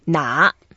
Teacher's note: Yeah, the first word, 哪, is a third tone, so it's quite important. We go down first and then up, and we can emphasize it and take our time.